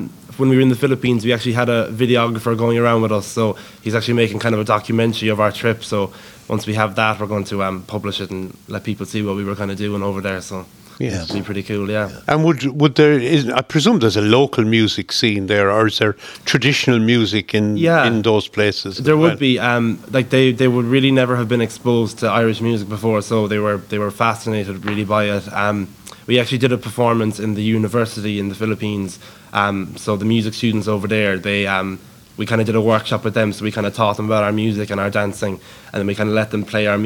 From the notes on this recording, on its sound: This Interview was originally broadcast as part of Saturday Chronicle. Broadcast live Bodyke Festival 2023.